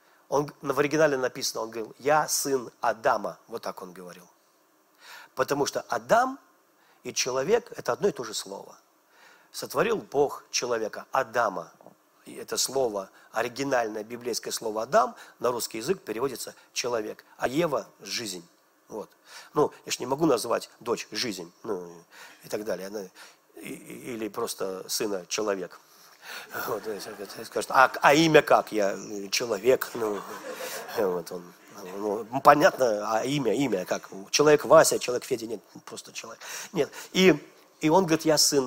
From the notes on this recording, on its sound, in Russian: Запись с молодежного служения Церкви Божьей города Ярославля